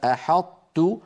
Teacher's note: أدغمنا حرف القلقلة وهو الطاء في مجانسه وهو التاء